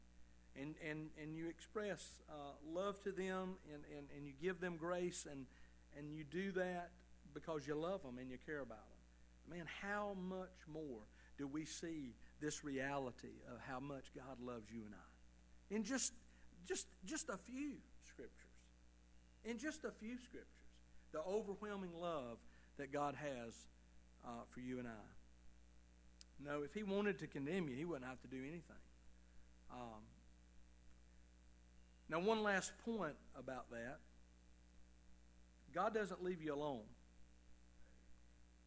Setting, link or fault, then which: setting, large echoing room